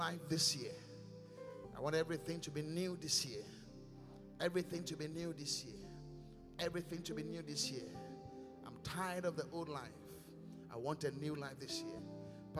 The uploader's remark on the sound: Preached at The Qodesh. Inspiration Service.